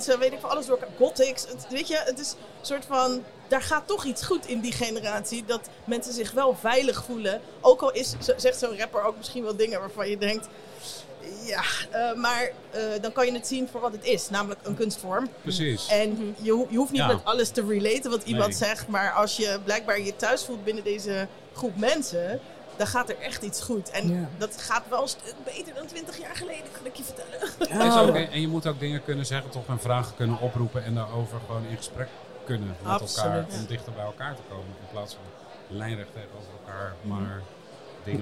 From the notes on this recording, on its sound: Live vanaf Eurosonic Noorderslag. In de gloednieuwe podcast area.